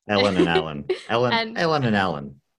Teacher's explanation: People from Melbourne, if there's an E before an L or an A before an L in a word, it's all the same vowel. So the boy's name Alan and the girl's name Ellen.